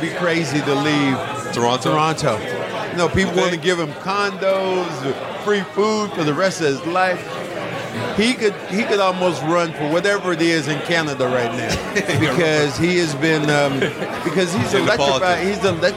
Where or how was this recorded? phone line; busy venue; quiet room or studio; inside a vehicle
busy venue